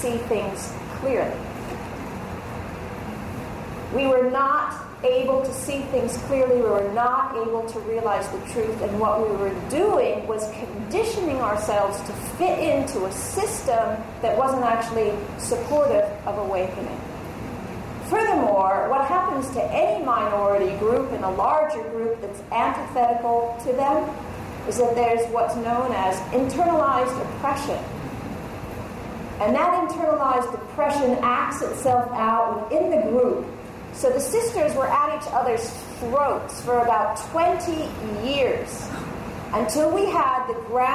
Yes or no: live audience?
yes